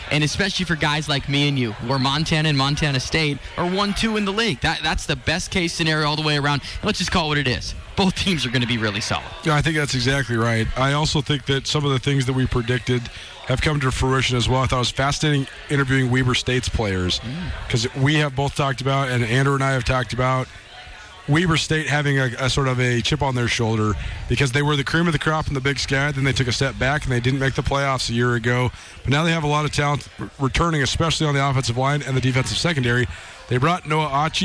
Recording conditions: busy venue